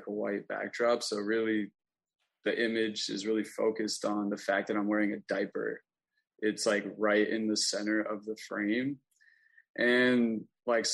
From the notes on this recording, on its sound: This program was recorded via video conference on March 29th, 2022 by the Commonwealth Club of California.